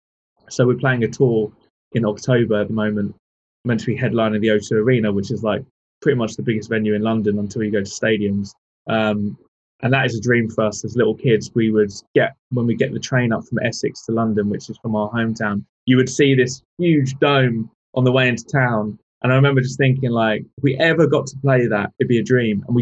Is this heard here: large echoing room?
no